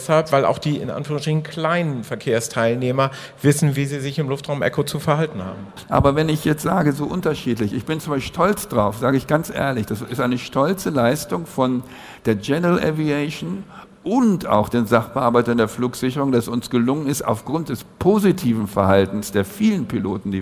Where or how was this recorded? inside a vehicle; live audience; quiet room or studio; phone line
live audience